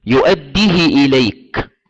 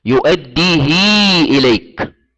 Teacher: قصر الهاء كما قلت النطق بالحركة فقط · Shown in: first take · Term: القصر